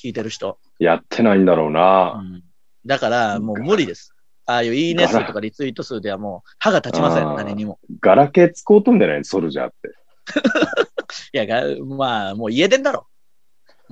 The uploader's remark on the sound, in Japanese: 今週は外に出かけようと思っていましたが、土砂降りなのでまたzoomです。